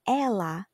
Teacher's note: the word for ela, like she, it's with an open E, like Ella.